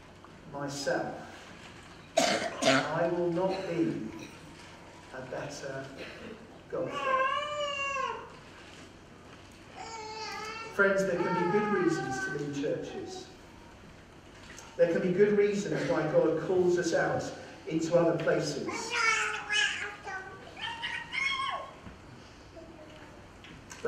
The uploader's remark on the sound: We apologise for the poor audio quality on this podcast, due to a technical problem.